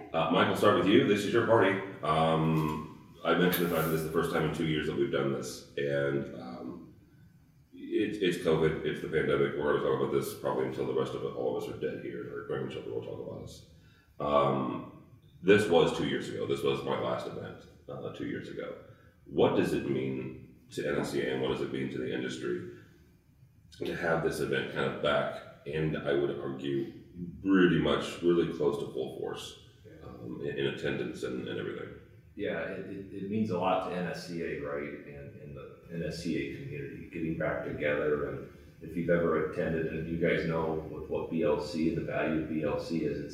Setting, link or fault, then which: setting, busy venue